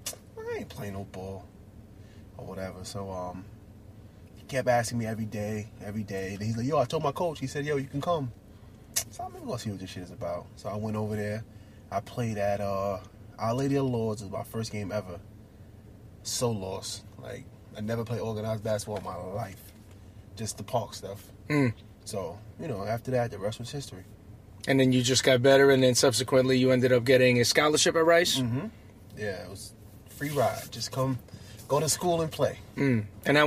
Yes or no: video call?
no